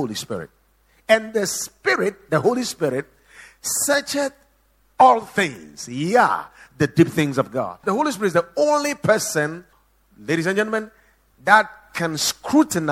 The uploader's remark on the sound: Preached at The Watered Garden Church